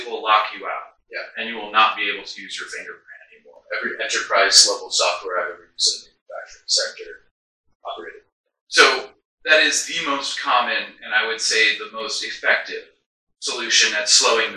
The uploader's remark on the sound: We faced some technical difficulties in this first recording and lost our mic audio files so please excuse the terrible audio quality as we were forced to pull it from our camera (which was not set up with a mic).